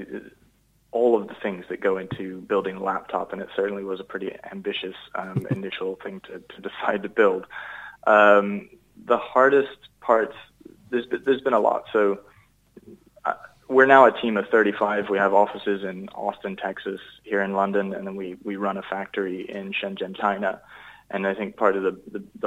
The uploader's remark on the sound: was ready and waiting on the phone for us